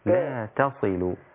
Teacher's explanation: ما تخليش التاء تأخذ تفخيم الصاد